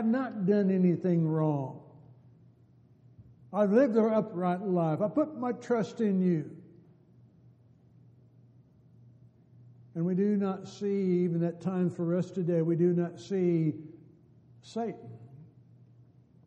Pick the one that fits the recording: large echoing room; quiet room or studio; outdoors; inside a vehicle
large echoing room